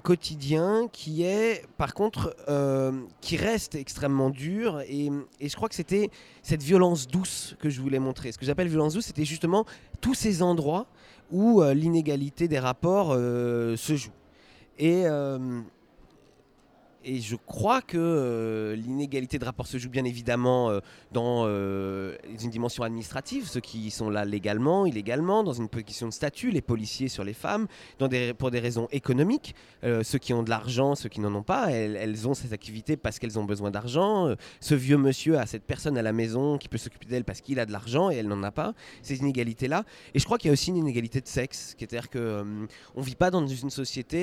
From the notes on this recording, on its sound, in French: Pour ce deuxième sous-marin enregistré au centre des congrès